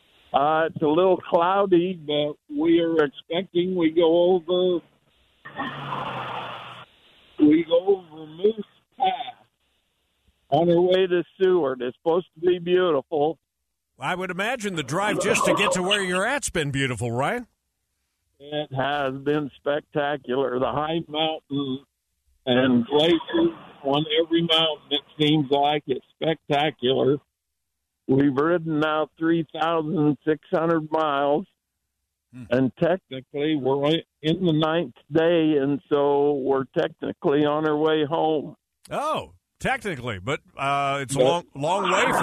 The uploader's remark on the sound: via satellite phone